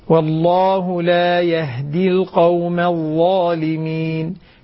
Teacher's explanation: سكن الهاء جيدا يا طيب لا تعطيها قلقلة · Term: همس